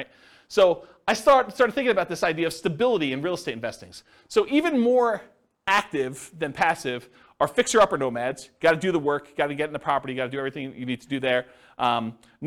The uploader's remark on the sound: This was a live class recorded